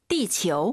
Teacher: 치유하지 마시고 아유 사이에 오 넣어서